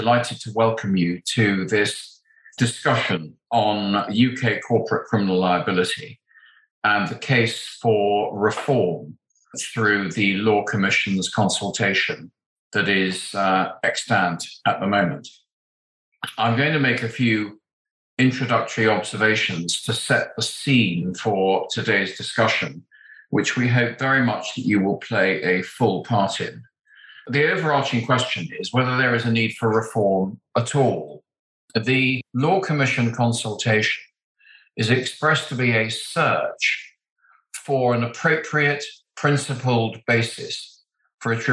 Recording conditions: video call